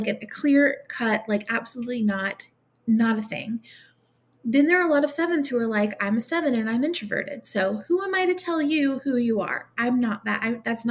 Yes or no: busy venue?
no